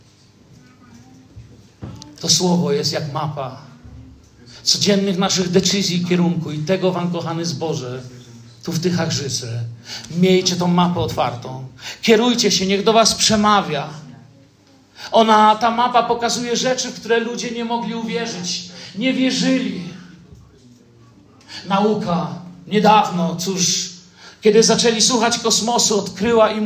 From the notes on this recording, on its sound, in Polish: Wykład nagrano w Zborze Kościoła Zielonoświątkowego w Tychach podczas uroczystego nabożeństwa z okazji 10 rocznicy powstania Zboru.